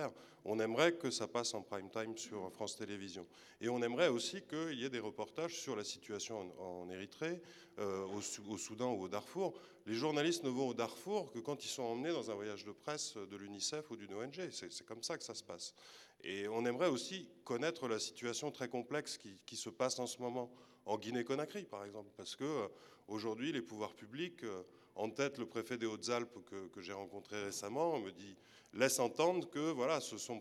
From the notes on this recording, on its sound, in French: nous nous questionnons en public à la Générale